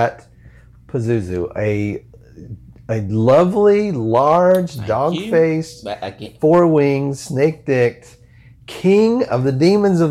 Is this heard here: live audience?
no